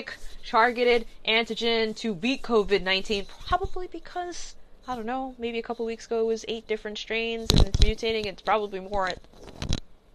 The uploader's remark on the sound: Sorry ahead of time for the unsteady mic